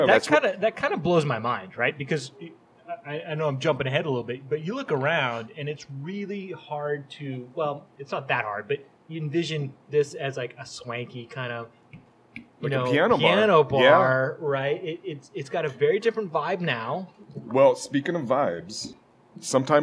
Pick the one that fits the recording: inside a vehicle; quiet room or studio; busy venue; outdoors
busy venue